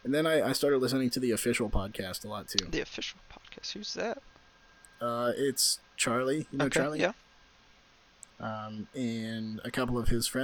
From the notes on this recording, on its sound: I apologize for the audio popping, still trying to figure out how to get all the audio buttery smooth together.